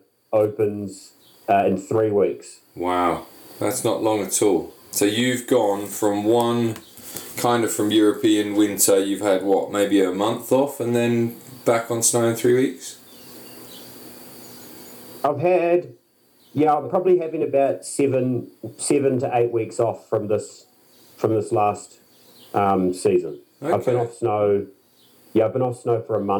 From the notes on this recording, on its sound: sorry for the strimming noise in the background